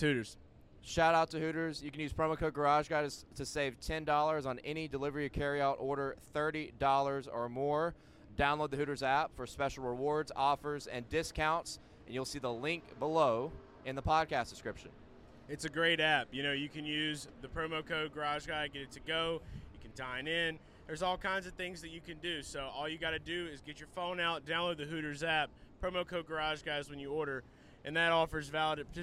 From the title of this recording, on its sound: LIVE In Daytona